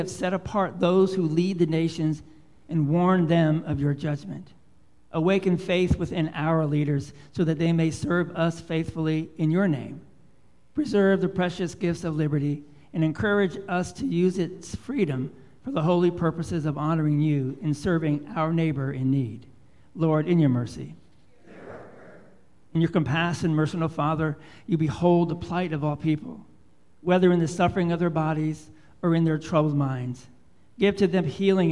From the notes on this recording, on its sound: Live Worship Service